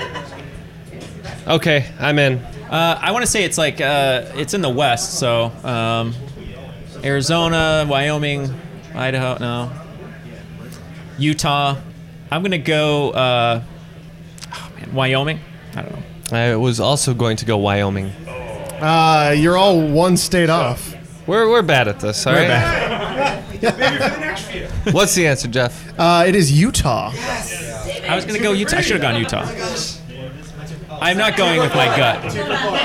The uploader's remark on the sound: A live 1 on 1 from Boston. Thank you to all of you who were able to attend our first live recording!